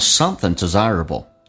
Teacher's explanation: 而且后鼻音 ing 形式发成前鼻音